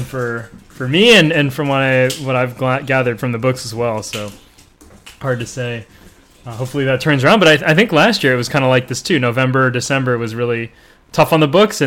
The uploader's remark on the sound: Apologies for the audio levels.